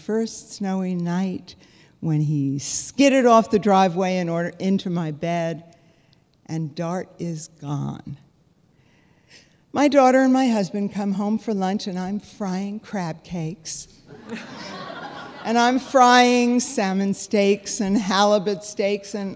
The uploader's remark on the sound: This week, we take a look back at a magical Moth live show.